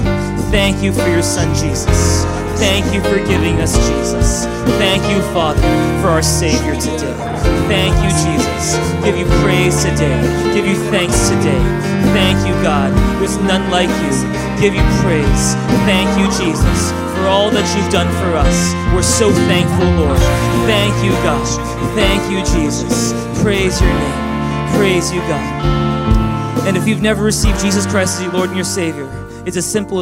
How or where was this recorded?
large echoing room